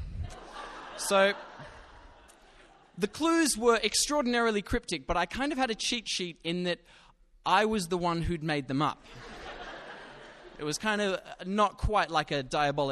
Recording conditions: live audience